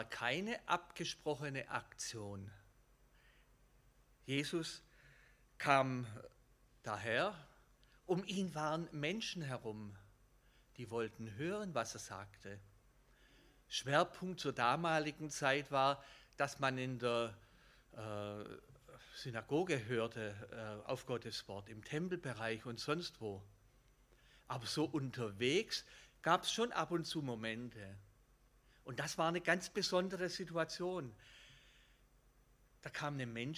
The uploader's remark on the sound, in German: Gottesdienst